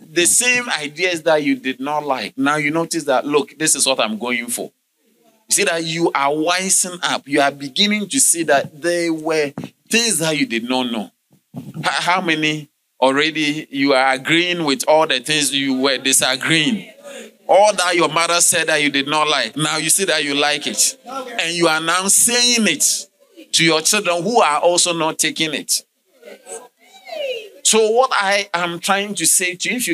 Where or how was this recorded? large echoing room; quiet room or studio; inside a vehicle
large echoing room